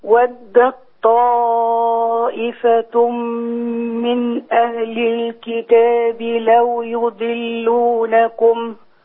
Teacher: ودت طاء هنا إدغام التاء في الطاء